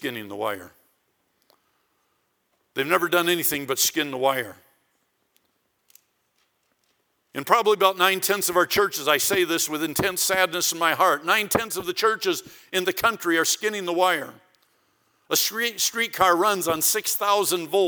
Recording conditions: large echoing room